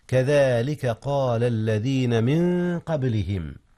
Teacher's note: أخفي نون في من قبل القاف، والقاف من أحرف الإخفاء